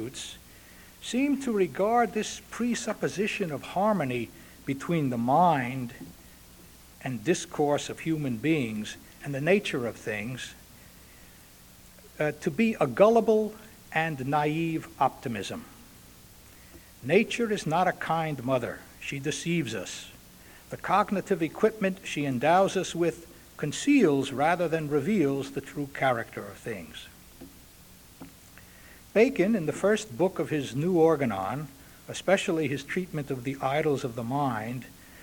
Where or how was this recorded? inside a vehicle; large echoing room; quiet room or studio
large echoing room